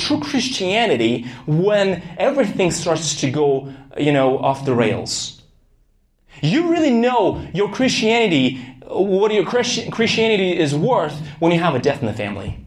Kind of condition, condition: setting, large echoing room